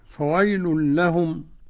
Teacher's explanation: فويل لهم طبعا إدغام بغير غنة